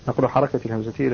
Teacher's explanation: لا هذا نقل، تسهيل غير هذا، تسهيل بينه، لكن هذا نقل الهمزة إلى النون الساكنة قبلها، نقل حركة الهمزة إلى النون الساكنة قبلها من أشياء، النون أصلا كانت ساكنة من أشياء، وبعدها فتحة على الهمزة فنقلت الفتحة إلى النون فصارت من أشياء، وحين تبقى الهمزة ساكنة فيسقط النطق بها.